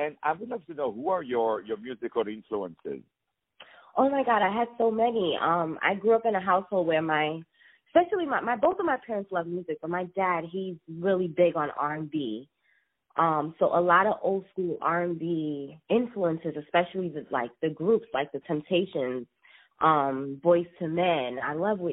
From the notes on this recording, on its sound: On the phone.